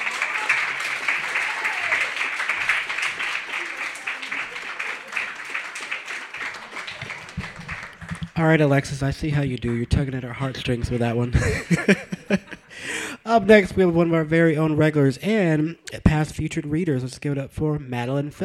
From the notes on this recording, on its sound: Brooklyn Poets Yawp open mic